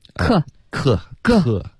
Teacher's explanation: 这类发音啊，我这个中式口音经常后面会带一个小呃的音，读成克、克个克，对，特特和的。您说说这可怎么办呢？不要带这个小呃的音，能我怎么发呀？就